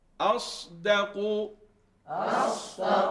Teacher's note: ها دقت کن، اصدق نشه، یعنی همزه رو تفخیم نکنید